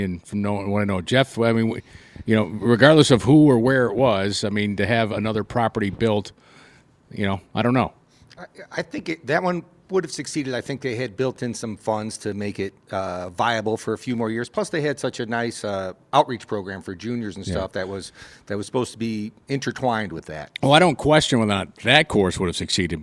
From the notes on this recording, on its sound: The gang is live from Glen Oak Golf Club!